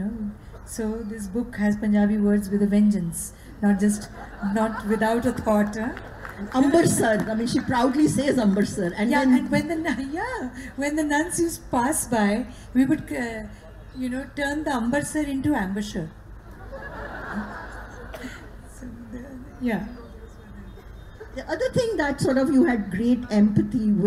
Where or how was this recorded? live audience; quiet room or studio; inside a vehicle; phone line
live audience